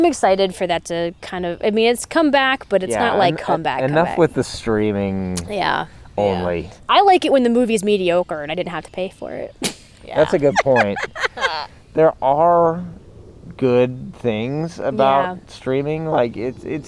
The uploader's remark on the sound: We left the studio to record in the Ohio wilderness, so please enjoy the soothing sounds of birds (and airplanes